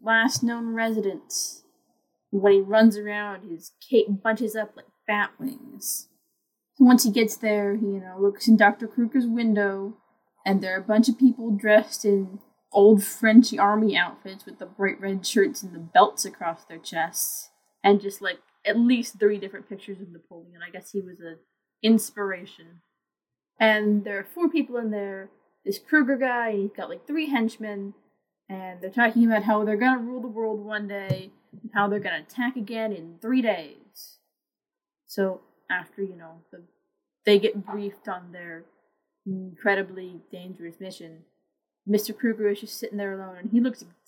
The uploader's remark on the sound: Sorry about the audio.